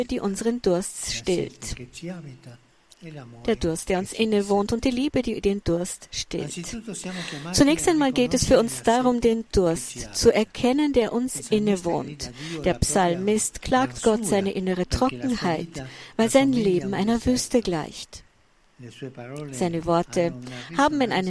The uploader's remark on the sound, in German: Papstmesse in der Steppenarena. Bei der Heiligen Messe in der Steppenarena.